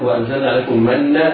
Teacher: نون المن نون مشددة تغن بمقدار حركتين